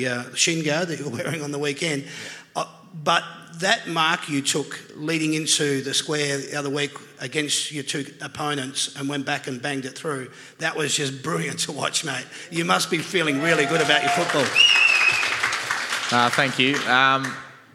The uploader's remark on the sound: That's Good for Footy panel show LIVE from the Mulgrave Country Club. That's Good for Footy is a LIVE & interactive footy panel show for all the family.